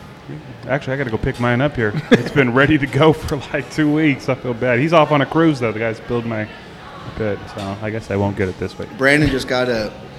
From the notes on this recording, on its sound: On location at Hurtado Barbecue.